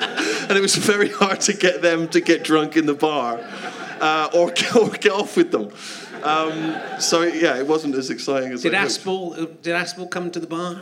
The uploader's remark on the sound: Leicester Square Theatre Podcast